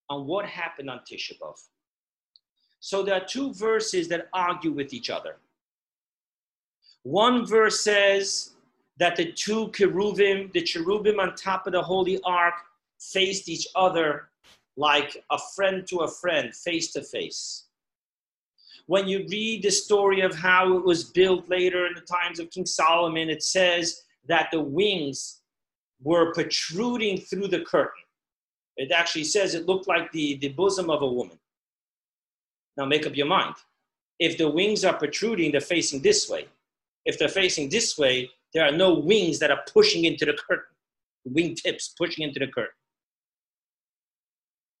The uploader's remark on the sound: Zoom Parsha Class